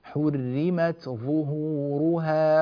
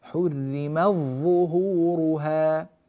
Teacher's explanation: فإن ورشا رحمه الله يدغم التاء في الظاء · Shown in: second take